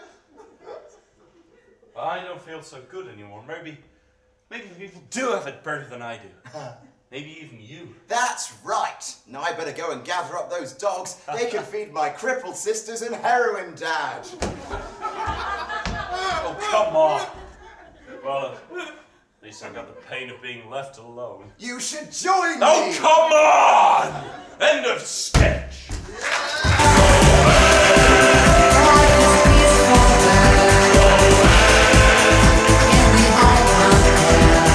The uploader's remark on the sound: The third of three live recordings from our Tragic Heroes live event which took place at the Hackney Attic on the 21st February 2014.